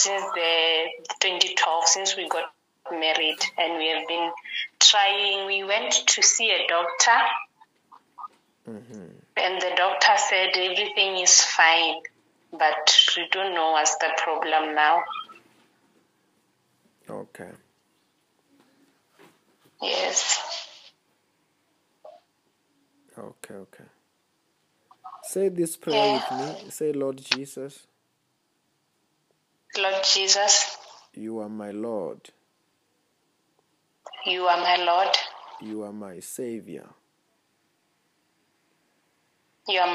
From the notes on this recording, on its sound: healing over the phone